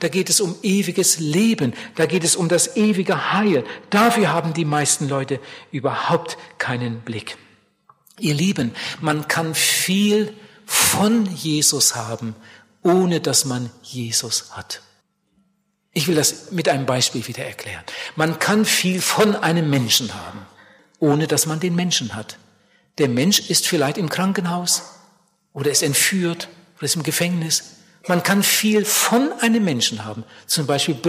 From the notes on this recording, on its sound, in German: bei einer Evangelisation in Bielefeld gehalten hat